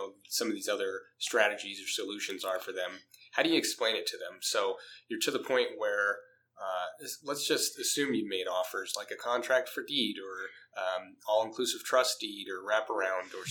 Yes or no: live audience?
no